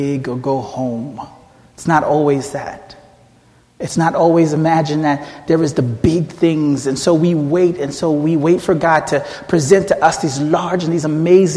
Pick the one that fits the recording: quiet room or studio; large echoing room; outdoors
large echoing room